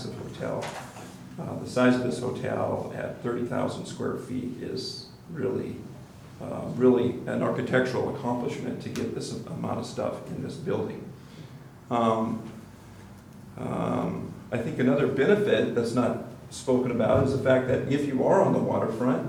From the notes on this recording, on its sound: Live recording of the Oct 9 Astoria Design Review Committee meeting